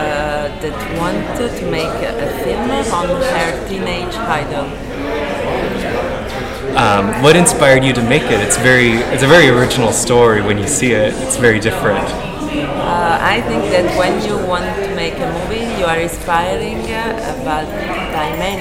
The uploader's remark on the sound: This interview was conducted on January 11, 2020 at the 31st Annual Palm Springs International Film Festival.